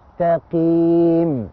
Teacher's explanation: والقاف مكسورة، تنزل القاف تفخيمها، ينزل درجة أخيرة من التفخيم، اسمه تفخيم نسبي